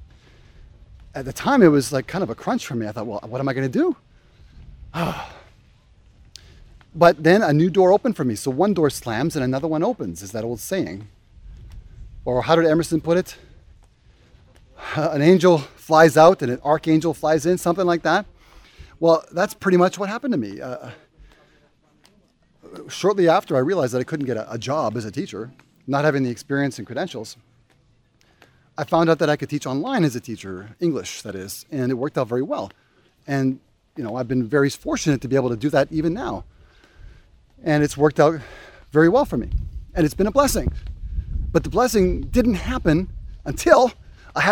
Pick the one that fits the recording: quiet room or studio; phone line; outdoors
outdoors